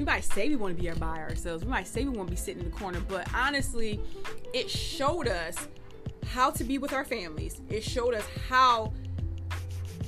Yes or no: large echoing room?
no